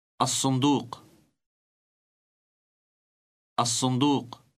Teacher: Note, however, that it is pronounced as an S rather than L because it is followed by a dark S sound, thus both resulting in an elongated S sound